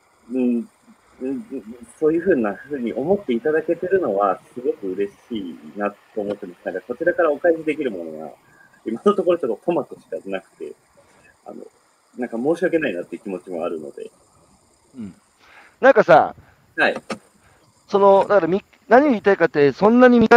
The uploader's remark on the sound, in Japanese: 歩きながら1時間、対談する